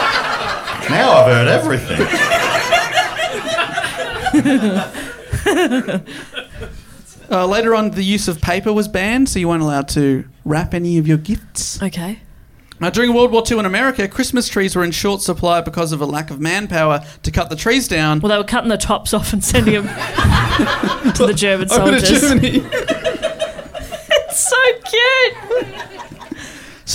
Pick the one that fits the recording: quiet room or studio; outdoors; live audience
live audience